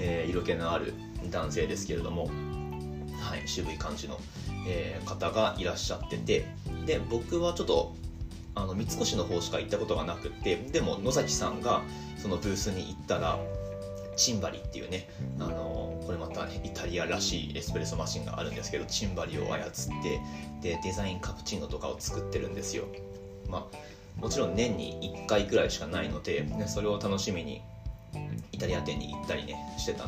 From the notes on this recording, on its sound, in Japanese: 雑音注意。